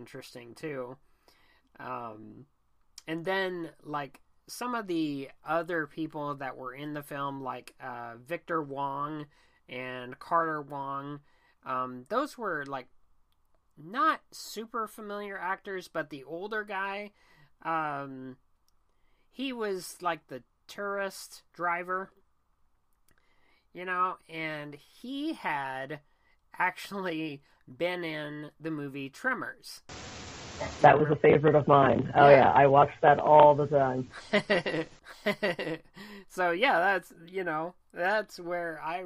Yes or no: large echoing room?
no